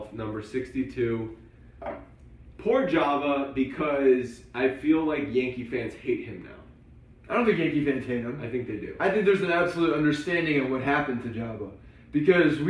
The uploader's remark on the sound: Late Night Periscope Edition. Live Periscope edition of the Bronx Pinstripes Show from Tampa! After attending the Yankees vs Orioles spring training game on Friday, we did a live recap podcast. Despite some technical difficulties with actually RECORDING the audio.